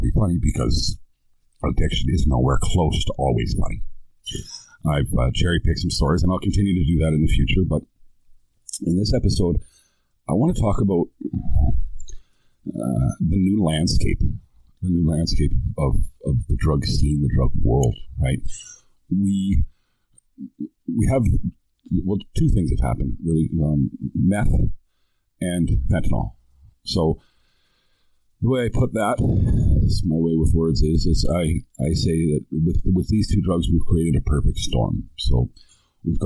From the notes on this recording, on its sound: The sound is rough, and I've gone back and fix it as best I can. These episodes were recorded on a Windows 7 laptop with no external microphone, and the sound can be annoyingly rough.